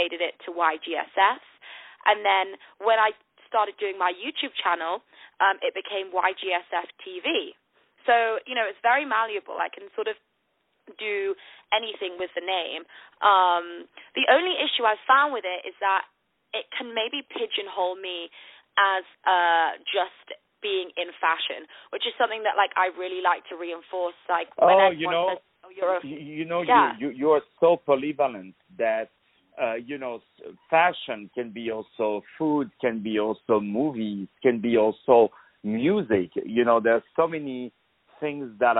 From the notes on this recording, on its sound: On the phone